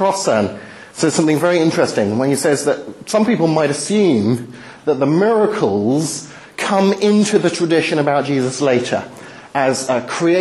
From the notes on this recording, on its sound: Talk delivered at the Highfield Church Reasonable Faith course 20/03/11